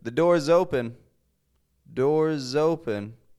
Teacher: S is getting a Z sound. Z. It's voiced. It's the exact same position as S, but Z instead. We're adding some voice to this.